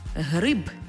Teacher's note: Якщо ви чуєте «гриб», з дзвінким «б», той в транскрипції в кінці слова буде «б» – «гриб». Так само і в іншому прикладі зі словом «доріжка». · Term: дзвінкий завжди дзвінкий